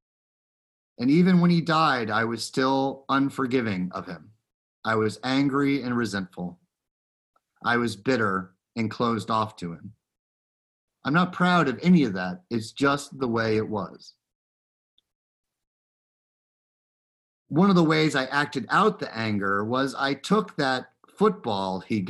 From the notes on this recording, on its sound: Recorded live in Zoom.us